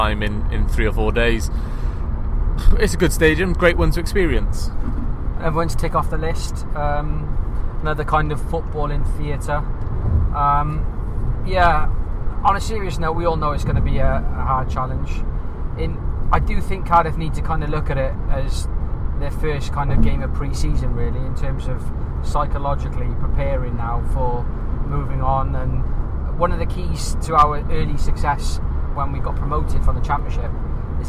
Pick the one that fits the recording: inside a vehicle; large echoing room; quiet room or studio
inside a vehicle